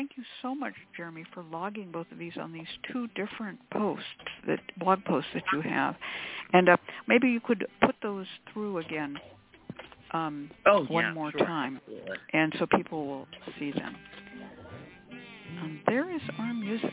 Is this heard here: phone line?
yes